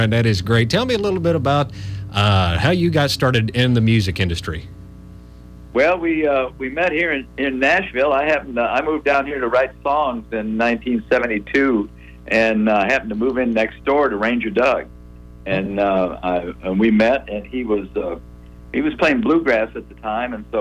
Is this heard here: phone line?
yes